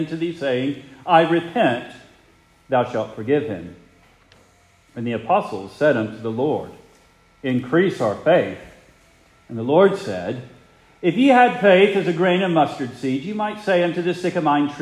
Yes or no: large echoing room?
yes